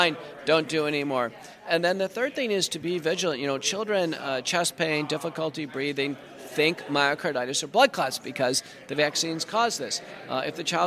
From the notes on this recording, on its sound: in Washington DC at CPAC for this interview